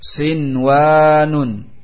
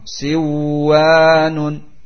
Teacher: nun sukun bertemu dengan waw, tetapi karena di satu kalimat wajib untuk dibaca idhar nunnya · Shown in: first take · sinwanun, tidak boleh dibaca idgham, siwanun.